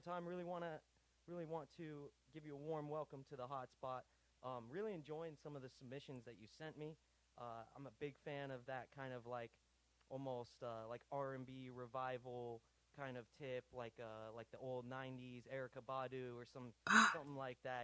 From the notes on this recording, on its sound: calls in to Da Hot Spot